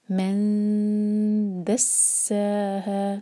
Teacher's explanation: من دسہا، یہاں پر میم پر فتحہ، اس کے بعد نون ایم ٹی، اور اس کے بعد دال، تو یہاں پر ہمیں اخفا کرنا ہے اور 2 سیکنڈز کا ٹائم دیں گے. نون کی آواز کو چھپا کر دال کے لیے زبان تیار. من دسہا، اور سین پر سیٹ کی آواز آنی ضروری ہے.